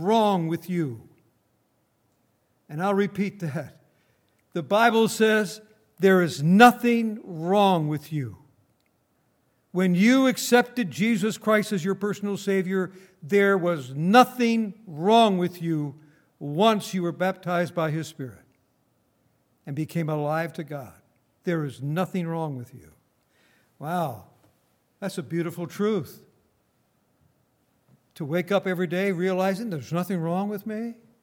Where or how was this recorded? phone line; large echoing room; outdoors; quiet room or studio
large echoing room